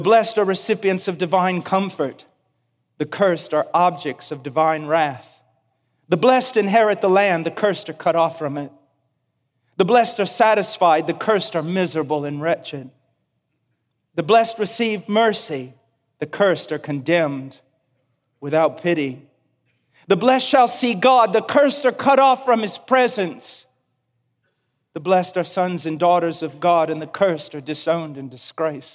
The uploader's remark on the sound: preached this sermon at Shepherd's Conference on March 11th, 2016